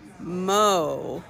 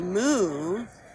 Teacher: We used to say mo, which is what cows actually say, and now we think they say moo, and that's because of the Great Vowel Shift.